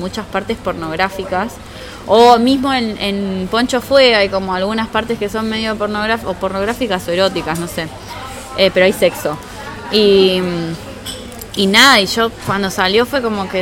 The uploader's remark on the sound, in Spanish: nos encontramos a tomar un café en la Gcomics Meetup #10